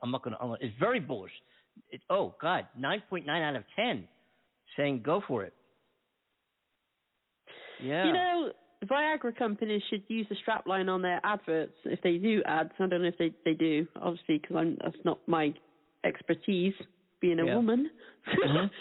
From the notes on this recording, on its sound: In this episode, we decided to call back a phone scammer claiming to be Publisher's Clearing House Dash For Cash.